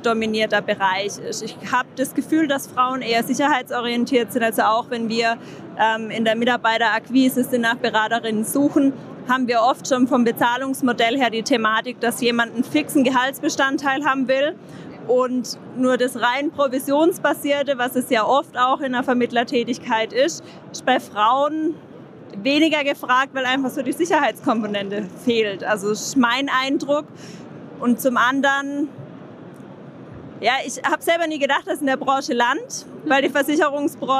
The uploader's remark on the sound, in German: Aufgezeichnet auf der diesjährigen DKM.